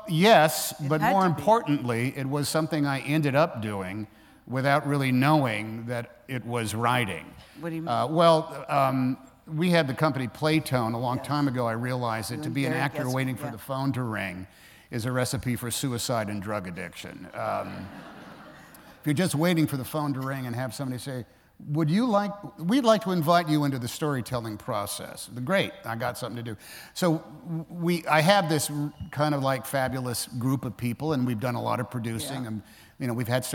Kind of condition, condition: setting, live audience